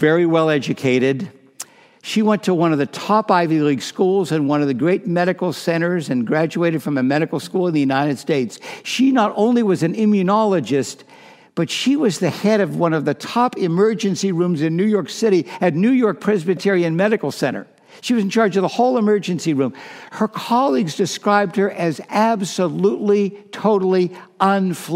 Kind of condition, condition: setting, large echoing room